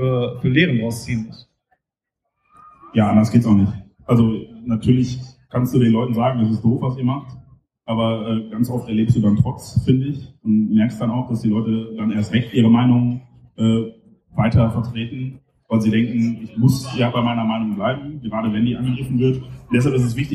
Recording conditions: poor sound quality